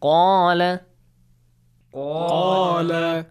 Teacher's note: make sure قَاف is a heavy letter. You gotta make an aw sound.